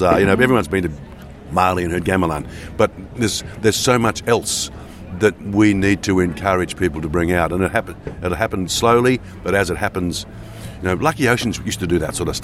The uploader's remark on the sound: in the green room at the 43rd Port Fairy Folk Festival